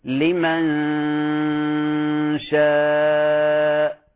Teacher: غنة الإخفاء الملاحظ في قراءتك لمن شاء، لمن شاء كأنك تظهرها، والأصل أن كما قلنا في الإخفاء الحقيقي أن جسد النون غير موجود، ولكن تصويتها موجود